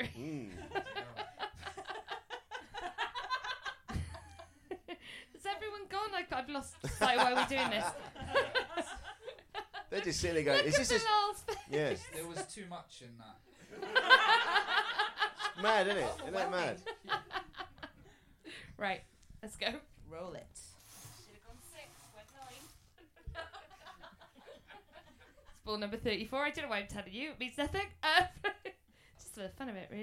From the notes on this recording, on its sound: The Comedy Arcade is coming at you LIVE from Edinburgh Fringe! Run live, chaotically, and exclusively at Underbelly Bristo Square. (Re)live the magic of late night Edinburgh Fringe 2023.